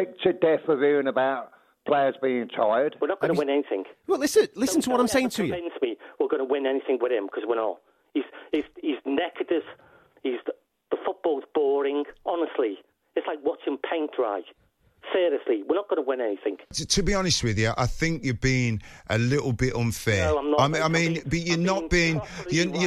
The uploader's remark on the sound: the listeners who phoned the Sports Bar Weekender